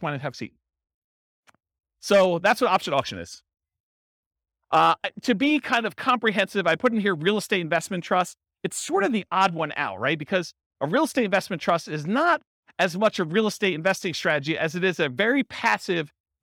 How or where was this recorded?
live audience